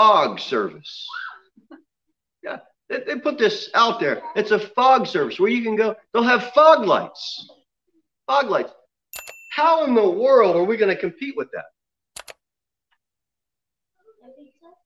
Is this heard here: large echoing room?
yes